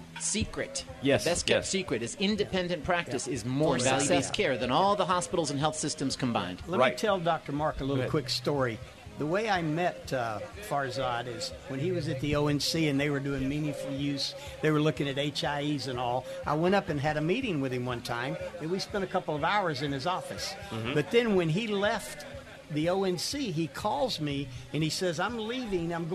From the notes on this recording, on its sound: Special edition live from the Florida Association of Accountable Care event.